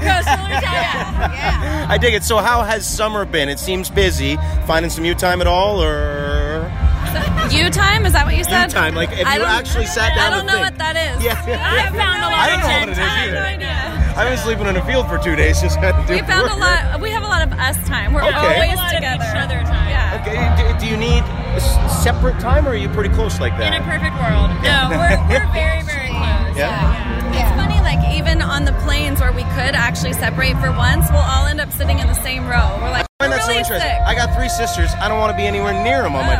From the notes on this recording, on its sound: Live from Boots & Hearts. Boots & Hearts 2018 clip.